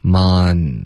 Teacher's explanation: 注意结尾别发成 mon，不是一个 on 的后鼻音，结尾舌尖一定要顶上颚 · Term: 顶舌尖的 on